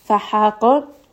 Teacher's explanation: ha is going to be from the middle of the throat